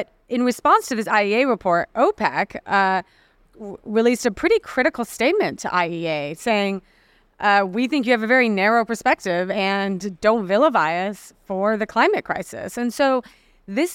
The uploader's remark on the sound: The Energy Gang on the ground at COP28. Part one of our coverage live from the conference. Listen in as we kick off our special podcast series, live from Expo City in Dubai at COP28.